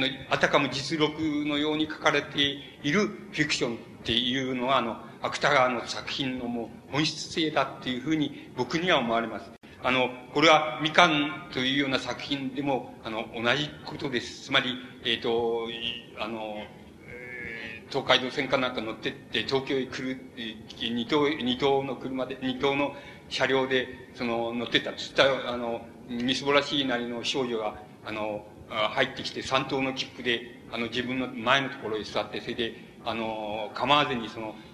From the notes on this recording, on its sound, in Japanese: 主催：神奈川近代文学館／神奈川文学振興会。場所：神奈川県立音楽堂。芥川龍之介の生誕100年を記念して 神奈川近代文学館で開かれた 「芥川龍之介展」での記念講演会。音源は主催者から提供を受けたもので クリアに収録されている。